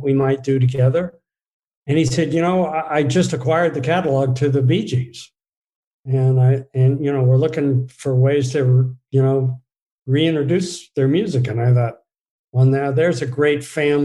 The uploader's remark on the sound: sit down (across Zoom)